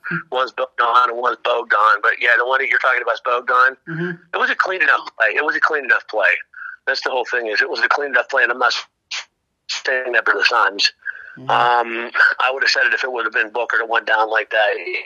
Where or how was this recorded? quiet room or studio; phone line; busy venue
phone line